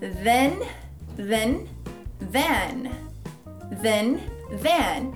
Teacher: They're both spelled with a TH, and in this case, you can even feel a vibration in your throat when you say it